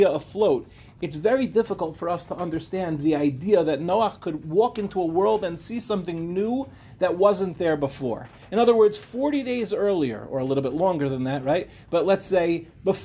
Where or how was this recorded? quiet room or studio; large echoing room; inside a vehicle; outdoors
large echoing room